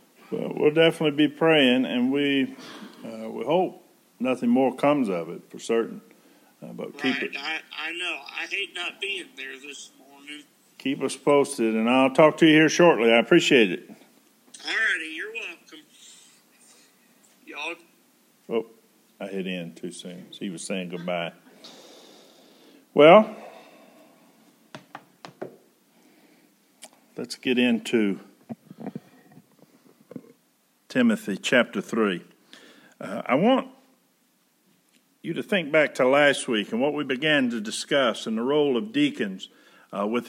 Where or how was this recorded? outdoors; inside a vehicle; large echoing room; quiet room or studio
large echoing room